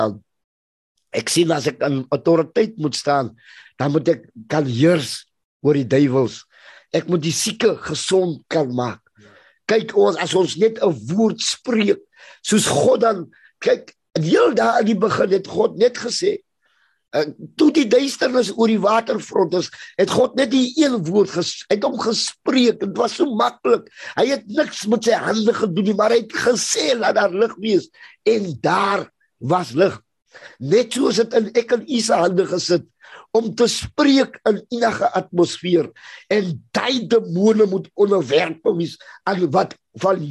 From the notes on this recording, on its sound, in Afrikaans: Zoom Byeenkoms